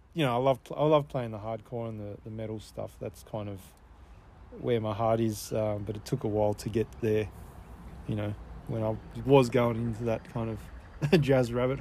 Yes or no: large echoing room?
no